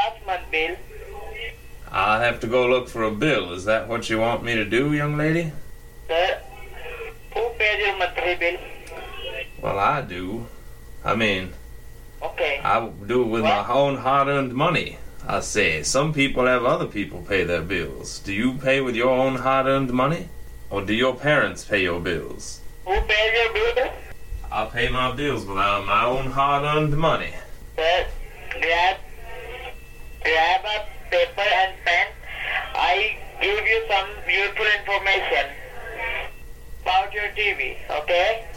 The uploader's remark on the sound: I kept one scammer group on the phone for over half an hour!